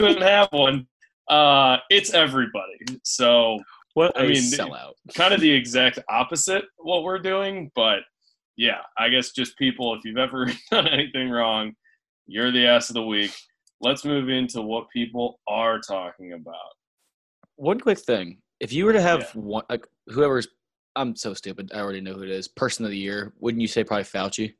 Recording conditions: video call